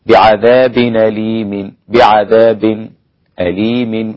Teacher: يسكت على الساكن قبل الهمز